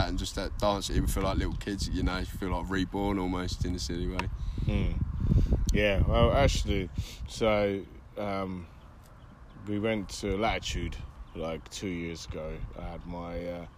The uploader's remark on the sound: Walking around Gog Magog hill. Cambridge Uk.